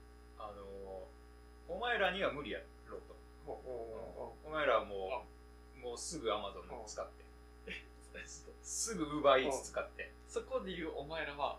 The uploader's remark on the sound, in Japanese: 録音機材の関係でノイズが入ってるのはご容赦ください